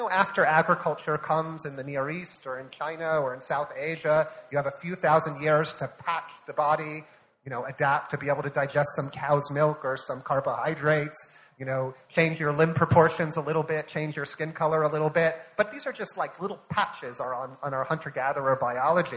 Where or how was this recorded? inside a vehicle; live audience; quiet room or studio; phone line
live audience